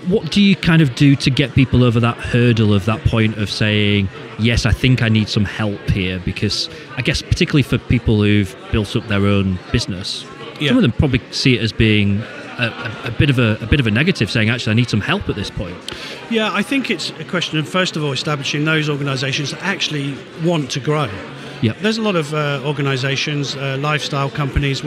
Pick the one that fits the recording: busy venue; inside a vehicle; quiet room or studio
busy venue